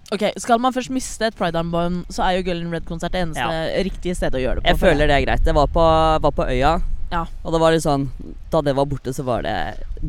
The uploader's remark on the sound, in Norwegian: har tatt med seg lydutstyret ut i Oslosommeren